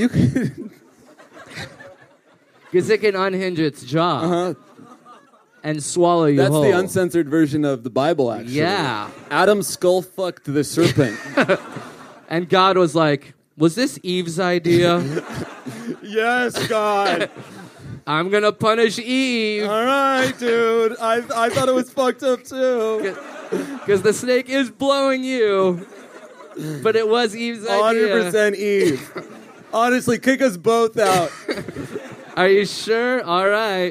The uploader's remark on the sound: live from Dublin